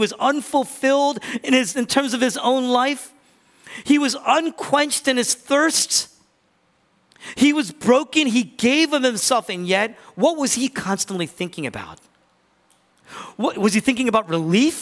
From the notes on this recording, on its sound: was originally preached in East Falls, Philadelphia on July 16, 2023.